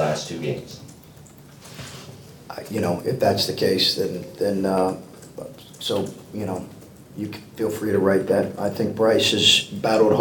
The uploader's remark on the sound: Throughout the year, Land-Grant Holy Land will be bringing you uncut audio primarily from Ohio State press conferences, but also from individual interview sessions.